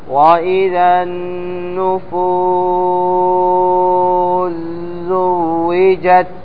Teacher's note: إلا من السوسي فإنه يضغم، وذلك بتسكين الأول وإذا النفوس زوجت، هذا عند السوسي بتسكين السين ثم إضغامها في الزاي، ولا بد من المد هنا